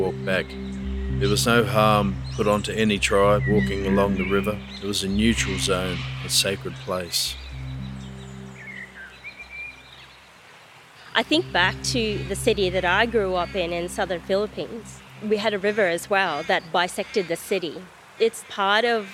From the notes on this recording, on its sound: Stories and sounds from the Werribee River. This is an audio experience featuring local people and appreciators of the river speaking about what the Werribee River means to them. All interviews and fields recordings were recorded on or near the Werribee River.